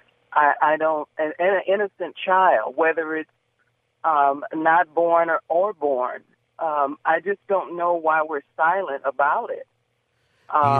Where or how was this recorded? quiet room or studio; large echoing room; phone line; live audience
phone line